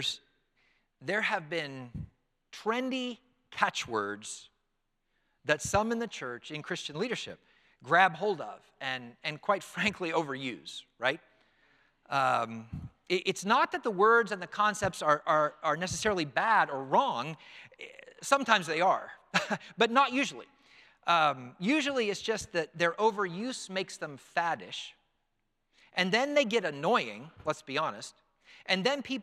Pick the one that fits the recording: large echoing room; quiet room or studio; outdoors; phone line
large echoing room